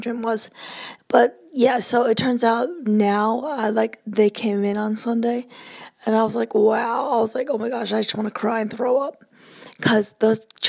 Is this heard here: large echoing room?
no